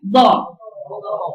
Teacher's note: هات الصوت كانه ملاصق لسقف الحنك ماشي مع سقف الحنك · Term: صوت الضاد